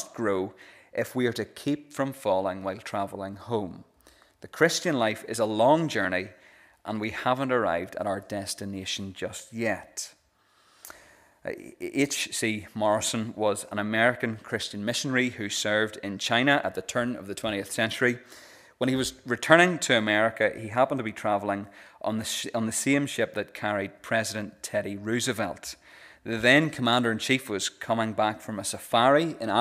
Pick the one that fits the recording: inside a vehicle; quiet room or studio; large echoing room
large echoing room